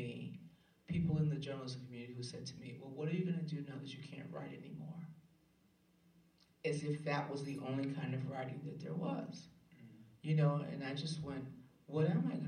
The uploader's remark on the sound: live from Vassar College